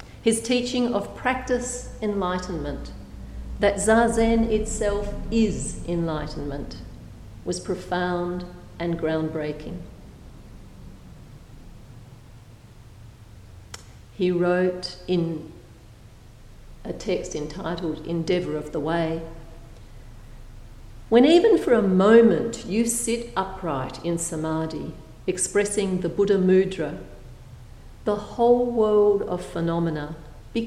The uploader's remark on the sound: A Thursday night talk delivered at St Paul's on the 2nd of June, 2016.